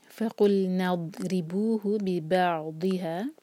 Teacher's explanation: عین پر سکون اور اس کے بعد ضاد، تو ضاد پر ہم زور دیں گے